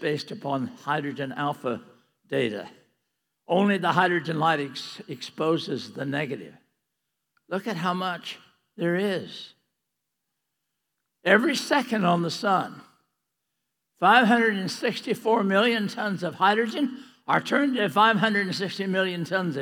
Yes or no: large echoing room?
yes